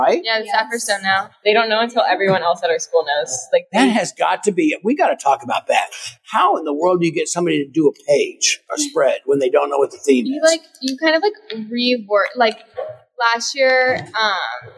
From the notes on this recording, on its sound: taped live from Elite Weekend in Orlando